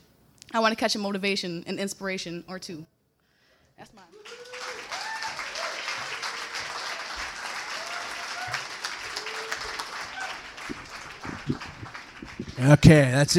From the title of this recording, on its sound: April 2000 Kzoo Slam Finals (Part 1: Open-Mic)